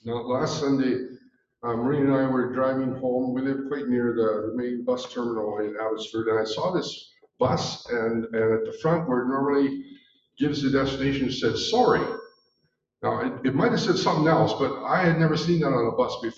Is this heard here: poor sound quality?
yes